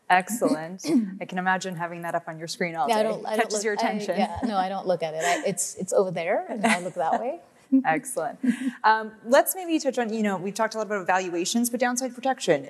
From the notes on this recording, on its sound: On May 11, Fidelity Investments Canada hosted FOCUS2023, a daylong event for advisors. Sessions ran both onstage in Vancouver to a live audience, and from our Toronto studio for a crowd of thousands more online.